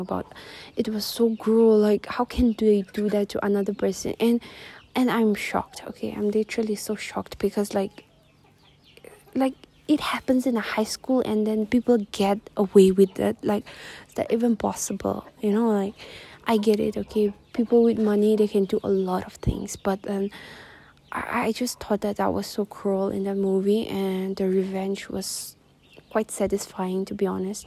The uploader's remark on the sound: forgive the windy episode